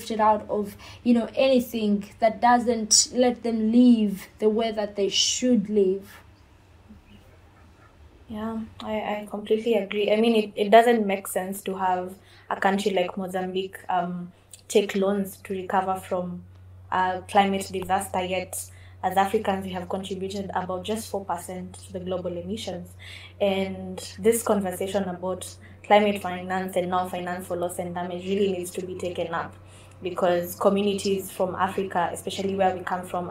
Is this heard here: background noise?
yes